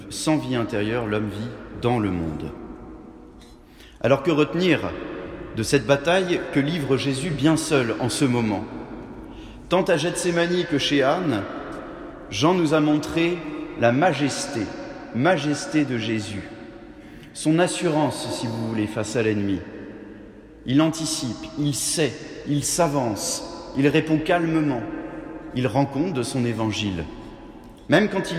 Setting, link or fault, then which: setting, large echoing room